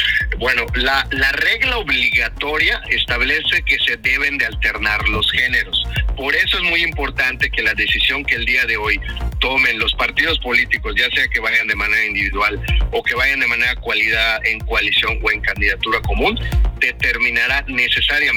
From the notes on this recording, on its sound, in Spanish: Entrevista telefónica